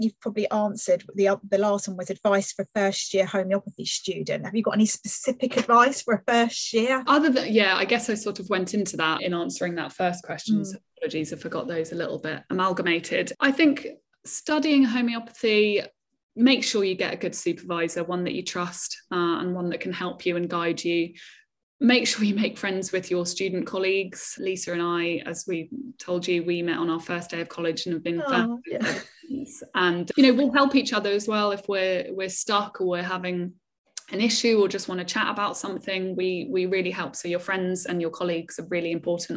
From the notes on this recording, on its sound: Live by Zoom